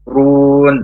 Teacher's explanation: karena ro berharokat dhamma maka baca tebal run. Nah, kemudian panjang dua harokat.